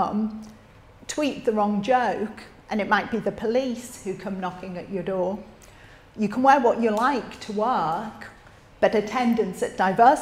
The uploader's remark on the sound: recorded at Living Freedom Summer School 2023